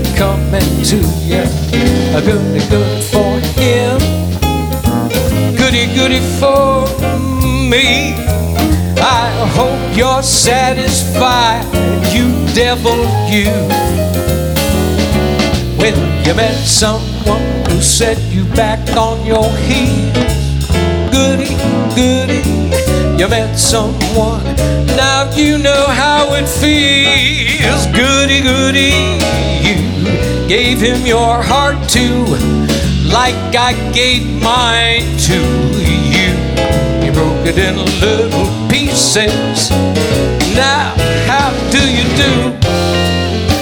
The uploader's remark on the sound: Live at the SouthPoint Casino